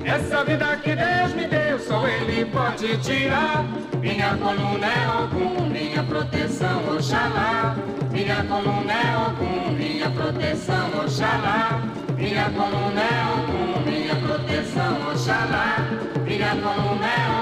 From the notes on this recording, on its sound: Instore at Rush Hour. A lovely day of Brazilian music at the Rush Hour record store...